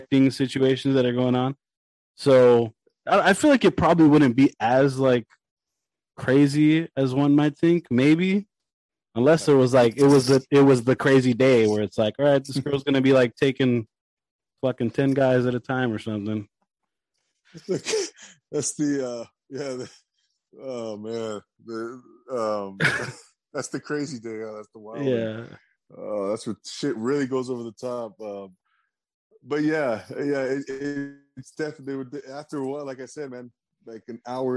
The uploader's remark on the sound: Drops in on a zoom chat.